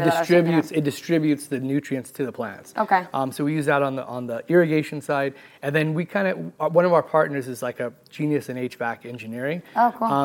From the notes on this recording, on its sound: Live from MJBizCon 2023 in Las Vegas